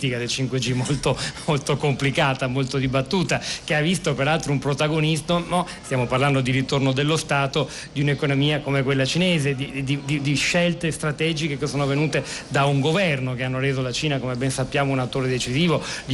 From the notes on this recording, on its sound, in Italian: diretta dal Festival dell&#39;Economia di Trento